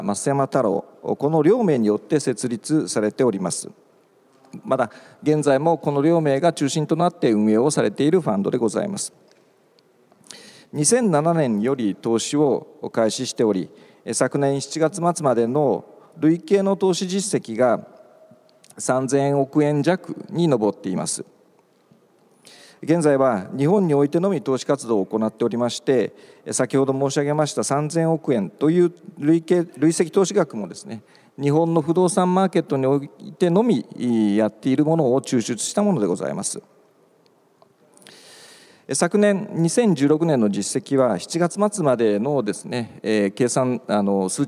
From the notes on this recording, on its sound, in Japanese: 1月28日に東京証券取引所で開催した「J-REITファン2017」に登壇した「スターアジア不動産投資法人」のIRセミナー